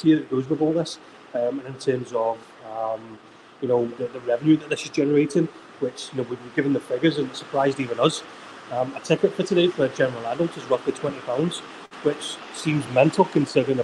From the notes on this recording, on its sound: live from the Gateshead International Stadium!